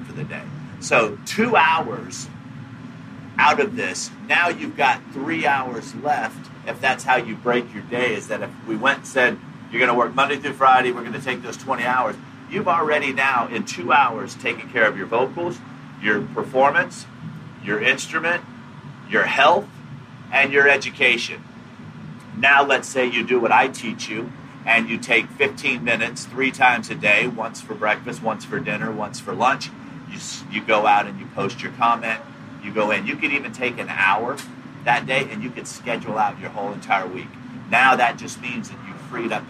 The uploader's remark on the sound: live from the backstage